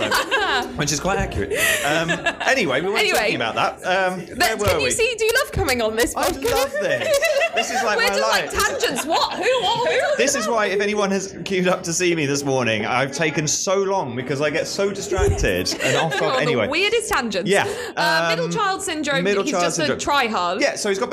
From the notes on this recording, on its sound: share one of the live recordings from this weekend at Draigcon